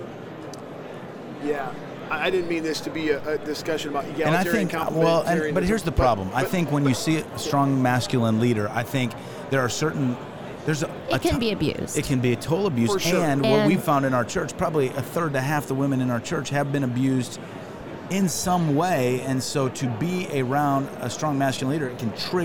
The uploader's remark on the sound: Following Up at NRB. LIVE from NRB 2022!